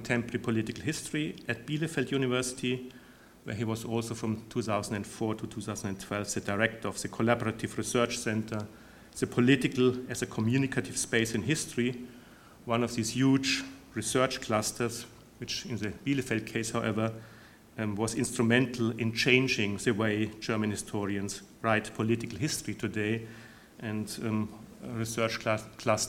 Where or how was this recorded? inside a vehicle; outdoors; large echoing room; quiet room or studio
large echoing room